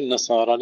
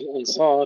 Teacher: الغنة في النصارى لأنها مشددة، وفي الأنصار لأنها مخفاة، فهنا غنة إخفاء وهنا غنة تشديد.